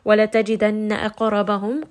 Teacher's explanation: قَاف is going to be heavy, and قَاف also has قَلْقَلَة، so give it a little bit of that bounce. أَقْرَبَهُمْ، رَاء is going to be heavy.